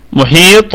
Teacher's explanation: الميم متحركة فهي في أقل درجات الغنة، والحاء مكسورة وبعدها ياء ففيها مد طبيعي وصلا، وهو عارض للسكون وقفا، عارض للسكون وقفا.